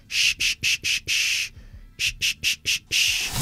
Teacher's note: Es como mandar callar. Sh. Y no se activan las cuerdas vocales · Term: El sonido SH